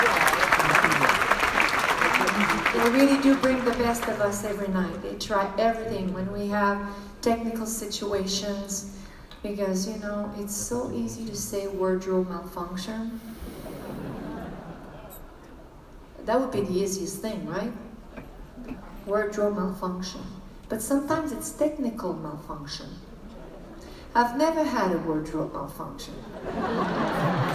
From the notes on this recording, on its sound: Live in Las Vegas - 20th September 2017 - Full Show Audio. Full live concert audio! Recorded the whole show for you.